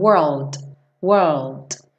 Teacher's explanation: Muitas vezes você nem ouve o D, na verdade, né? Você pode, quando você está falando world, world, você pode marcar o t, t, mas na música muitas vezes você não escuta, né?